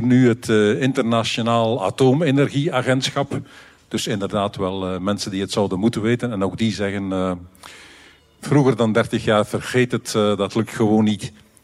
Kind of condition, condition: setting, live audience